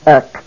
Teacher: It has the smooth breathing mark, therefore there is no H sound. It is pronounced ek.